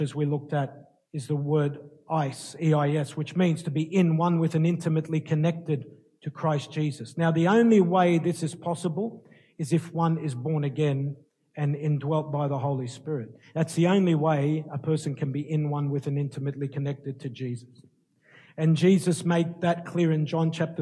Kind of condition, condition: setting, large echoing room